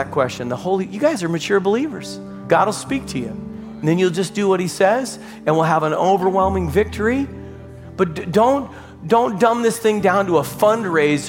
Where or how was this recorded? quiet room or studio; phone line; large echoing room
large echoing room